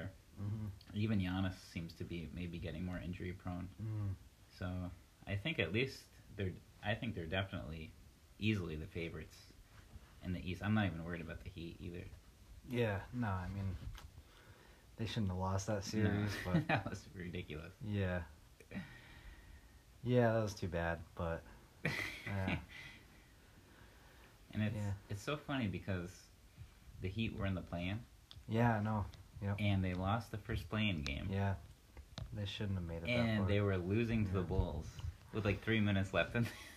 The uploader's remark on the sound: Our 1st in-person podcast! Low/poor audio warning for this episode.